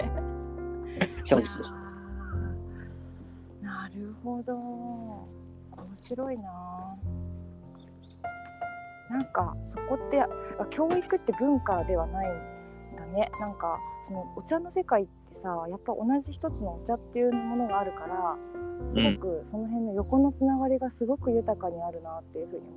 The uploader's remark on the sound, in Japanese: 今日はお散歩しながらの収録。ホーホケキョ、なんてBGMを聞きつつも。